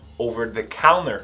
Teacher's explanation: Você vai ouvir tanto over-the-counter ou over-the-counter. Esse T não é pronunciado às vezes pelos americanos.